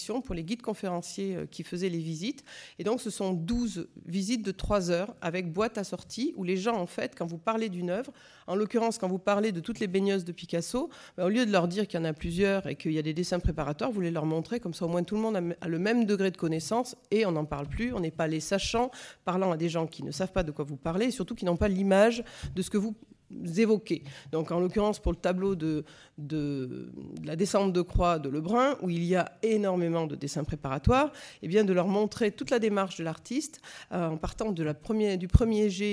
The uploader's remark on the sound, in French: Intervention enregistrée le 17 février 2014 dans le cadre du colloque « Le conservateur du patrimoine, acteur de l’Education artistique et culturelle ».